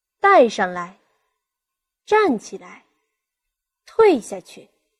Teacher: 前面这个动词呢，可以适当作为重音来处理，后面的就显得轻而短一点、弱一点 · Term: 轻声